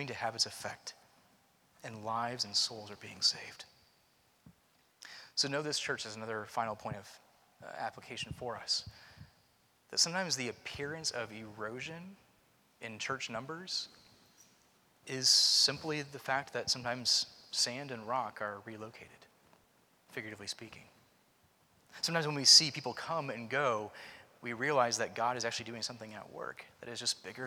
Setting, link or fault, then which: setting, large echoing room